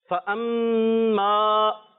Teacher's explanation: میم مشدد ہے، ایک الف کا غنہ کر کے پڑھیں گے، اور اما اس کو ہم نے کھینچنا ہے، ایک الف کھینچنا ہے، لمبا کریں گے.